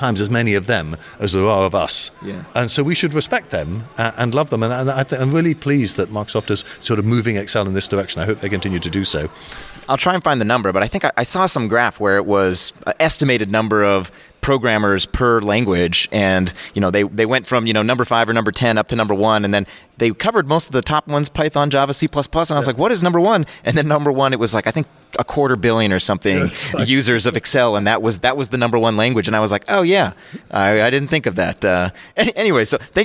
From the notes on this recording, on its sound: interviews speakers & organizers live from Lambda Days 2023